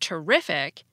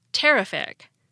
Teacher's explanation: the adjective terrific has stress right before the IC · Shown in: first take · We don't say terrific.